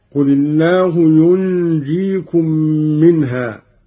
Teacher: مع ملاحظة إخفاء النون عند الجيم مع الغنة بمقدار 2 حركات